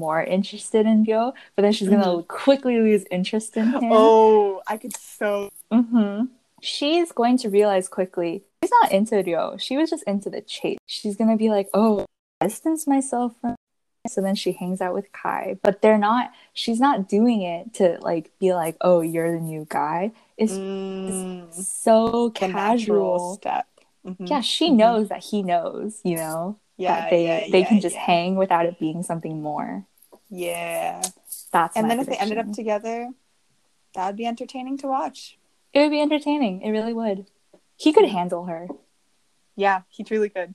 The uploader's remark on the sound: Please forgive the classic spotty audio.